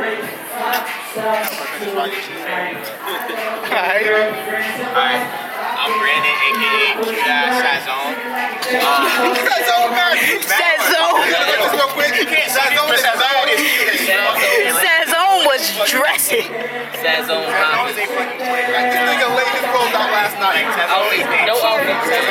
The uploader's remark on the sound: record live from The Public's first ever Buffalo Cultural Showcase